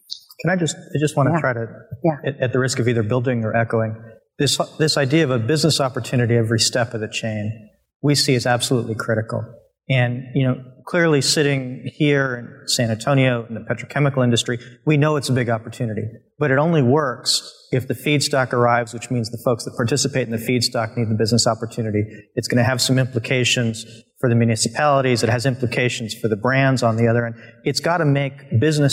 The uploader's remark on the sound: LIVE from AFPM IPC 2023. Previously recorded at the AFPM IPC.